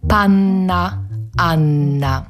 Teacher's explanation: Gdy mówimy te wyrazy, dłużej przytrzymujemy język w miejscu, gdzie zęby stykają się z daszkiem naszej buzi · Term: przedłużone n